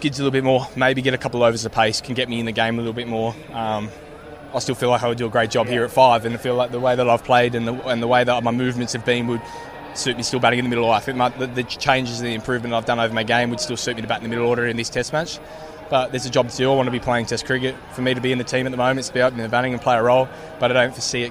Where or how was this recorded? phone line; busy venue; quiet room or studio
busy venue